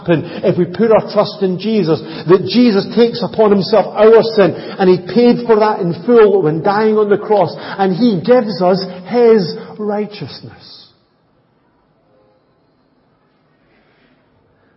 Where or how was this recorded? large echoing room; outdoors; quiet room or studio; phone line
large echoing room